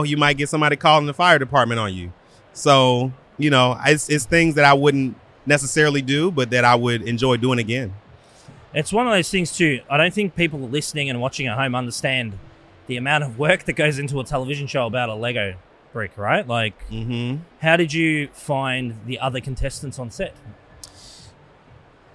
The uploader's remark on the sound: filming live on location at Brickvention 2023